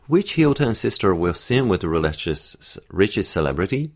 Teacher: both of those are questions, so perhaps I should have pitched those up a little bit · Term: pitching it up